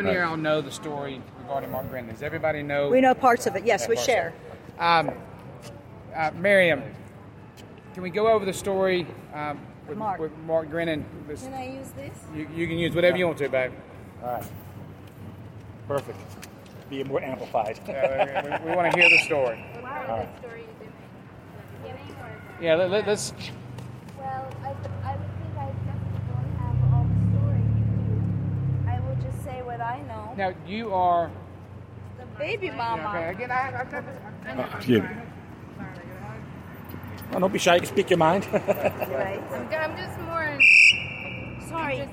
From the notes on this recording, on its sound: Free The Grenons Protest in Miami, Florida {Live Feed}.